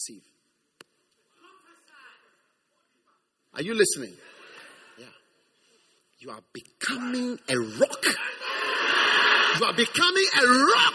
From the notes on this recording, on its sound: Preached at the First Love Center.